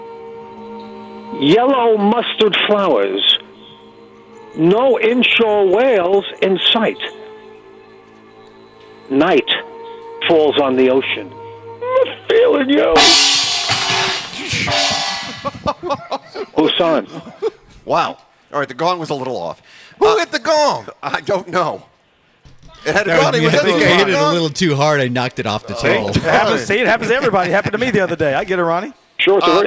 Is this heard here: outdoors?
yes